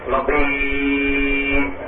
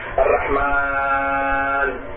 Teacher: والمد العارض للسكون كما في الرحيم هذا مد 6 حركات